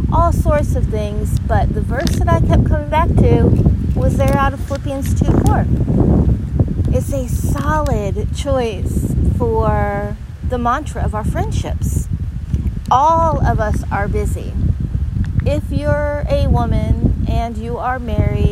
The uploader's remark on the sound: Live from the windy Gulf Shore of swfl today (I apologize for the disturbing wind sound; I won’t podcast from there again!).